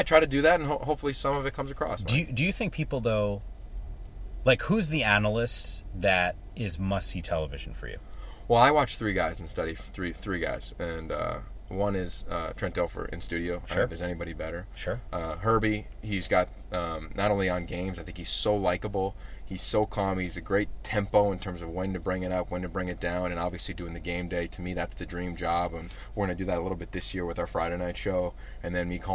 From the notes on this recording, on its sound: What do you get when 2 friends are on a road trip hopping from campus to campus doing college football shows? A podcast recorded in a car.